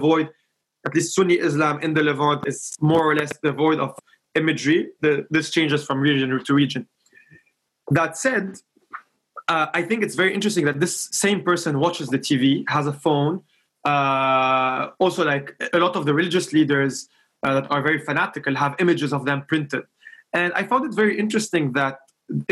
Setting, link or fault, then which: link, video call